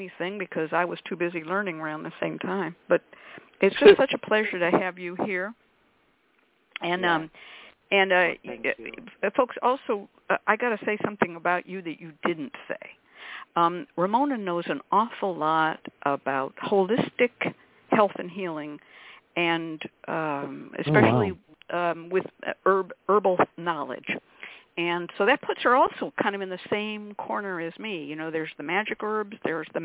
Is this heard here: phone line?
yes